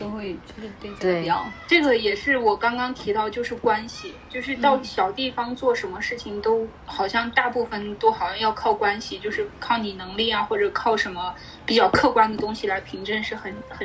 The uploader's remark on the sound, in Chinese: 当时我们就坐在一张床上。本期节目的音质因录制时条件所限，效果一般。